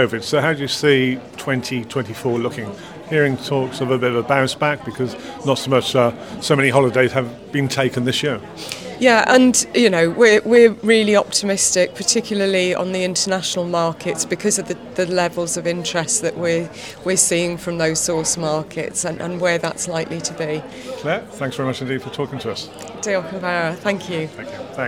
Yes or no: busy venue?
yes